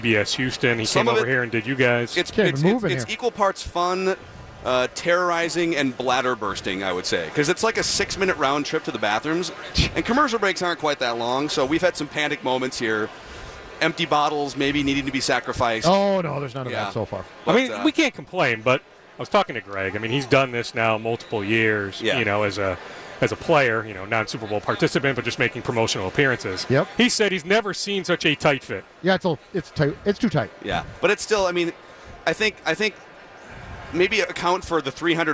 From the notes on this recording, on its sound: live from Radio Row all week